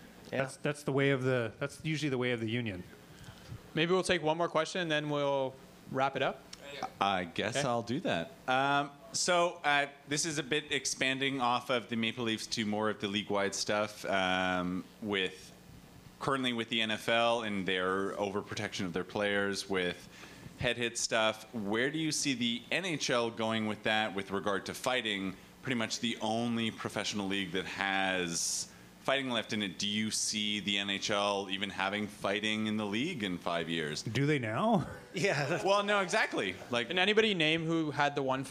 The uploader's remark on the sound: Leaf Report Live At The Rivoli. Broadcast in front of a live audience at the Rivoli in Toronto.